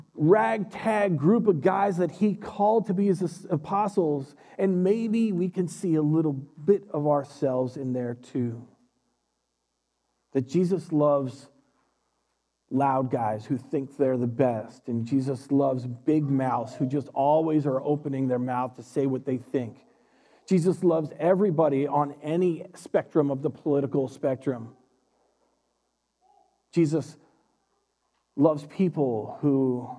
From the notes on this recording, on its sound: Recorded live at Word of Life Church in Le Sueur, Minnesota on April 25th, 2021. Powered by Restream - (Bensound Royality Free background music).